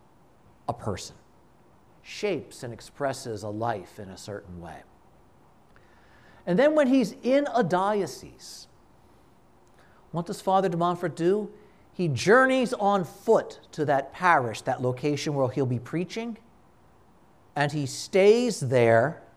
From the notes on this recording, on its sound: This conference was given at a Shrine.